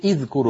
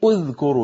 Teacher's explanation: إذا بدأت بأذكروا تبدأين بهمزة مضمومة · Shown in: second take · وإيايا لا تضغطي زيادة على الياء حتى لا ينقفل المخرج.